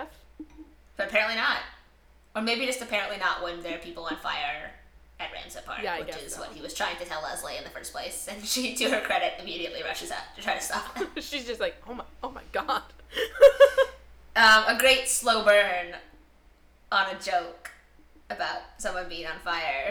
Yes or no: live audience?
no